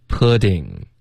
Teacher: putting，特的音浊化